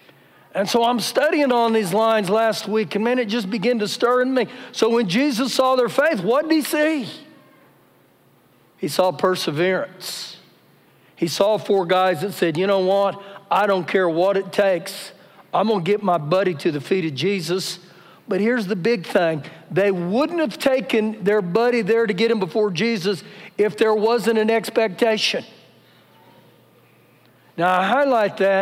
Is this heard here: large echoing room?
yes